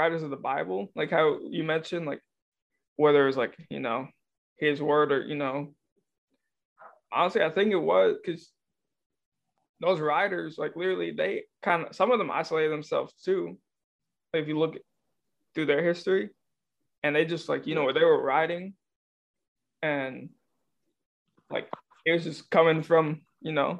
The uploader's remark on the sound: Through the power of Zoom.